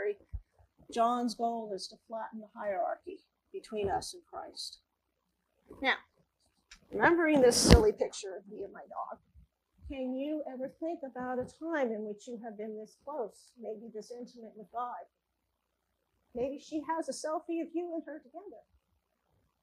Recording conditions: large echoing room